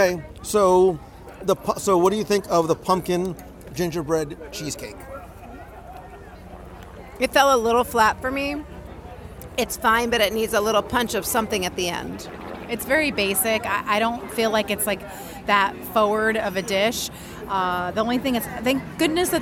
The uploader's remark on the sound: Join us live from EPCOT as we wander the World Showcase promenade and the "Best of the Fest" and our favorites from the EPCOT International Festival of the Holidays.